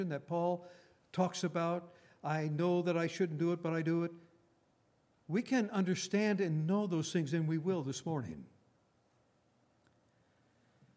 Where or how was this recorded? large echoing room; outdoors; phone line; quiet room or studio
large echoing room